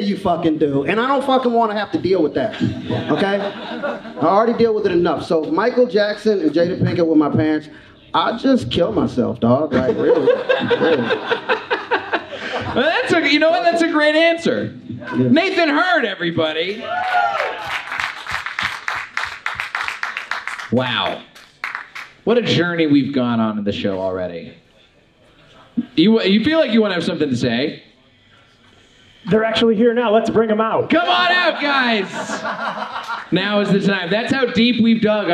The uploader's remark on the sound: Recorded live at Alamo Drafthouse DTLA.